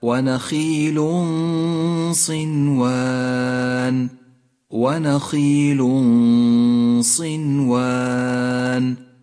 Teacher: الغنة مفخمة هنا لأن حرف الصاد الذي بعد التنوين حرف مفخم، والغنة تتبع ما بعدها في الترقيق والتفخيم.